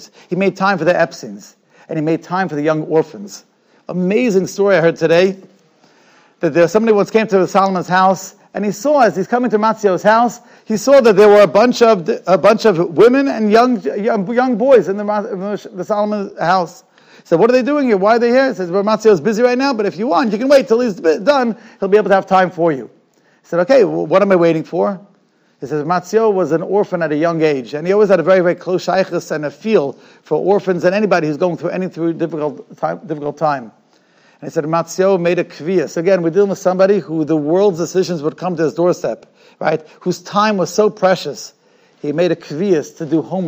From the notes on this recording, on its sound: Shiur recorded in Yeshivas Ohr Reuven, Monsey, NY.